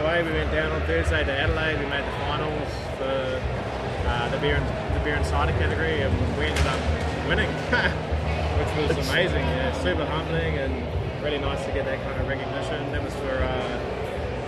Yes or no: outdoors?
yes